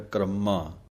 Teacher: ਕਰਮਾ ਪਾਠ ਨਹੀਂ ਬੋਲਣਾ, ਰਾਰੇ ਉੱਤੇ ਟਿੱਪੀ ਦੀ ਆਵਾਜ਼ ਦੇਣੀ ਹੈ